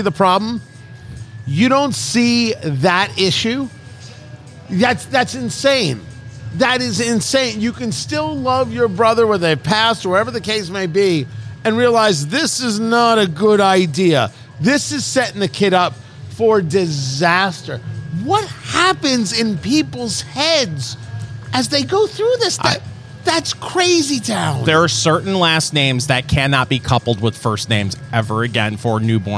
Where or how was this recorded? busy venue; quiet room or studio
busy venue